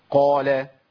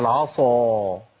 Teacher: القاف ما فيهاش اطباق، فيها تفخيم لكن ما فيهاش تفخيم اضافي · Shown in: first take · Term: مستعلي منفتح